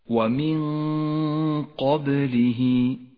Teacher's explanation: الغنة هنا مفخمة لأن حرف القاف الذي بعد النون حرف مفخم · تخفى النون بالقاف مع بقاء غنة للنون من غير تشديد، ولذلك لونت النون باللون الأخضر إشارة إلى الإخفاء وموقع الغنة.